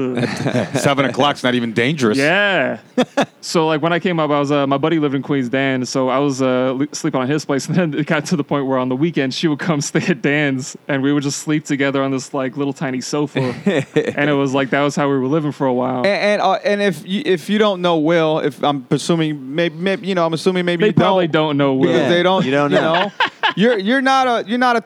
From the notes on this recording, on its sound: Recorded every Tuesday afternoon at the World Famous Comic Strip Live in Manhattan's Upper East Side.